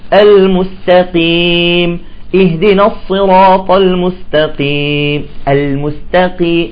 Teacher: القاف إذا جاءت مكسورة يجب أن لا نبالغ في تفخيمها